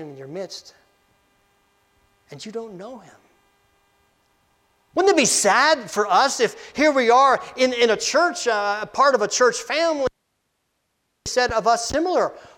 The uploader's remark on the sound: Preached Dec 17, 2023 at Amity UCC in Meyersdale, PA.